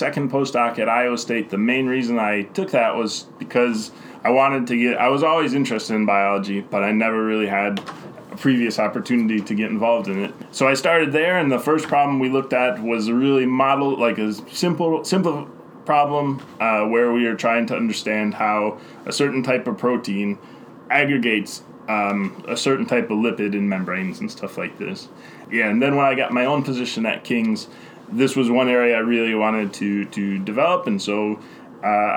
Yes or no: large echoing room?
no